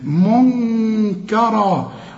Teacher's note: خدنا النون ليقولون، المدود قد بعض، منكرا، النون اخفيها وغنها، منكرا، والراء فخمها وتديها ألف عند الوقف